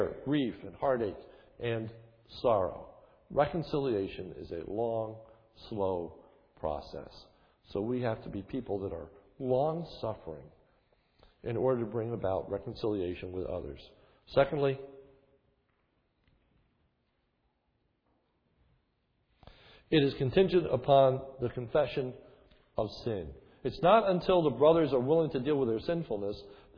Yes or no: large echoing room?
yes